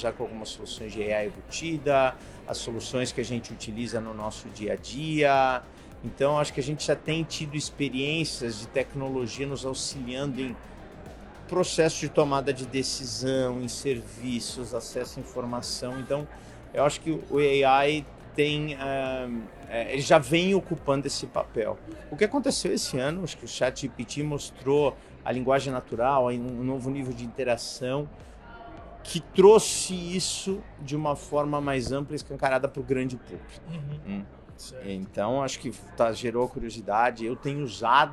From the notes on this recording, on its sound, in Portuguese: Gravada durante o Dell Technologies World. Gravada durante o Dell Technologies World.